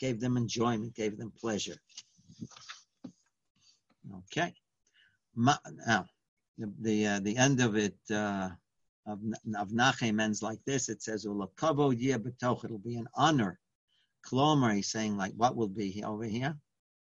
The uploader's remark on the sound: Live On Zoom.